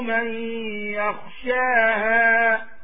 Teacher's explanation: And be cognizant of the إضغام، the غنة in من يخشاها · Term: الإضغام بغنة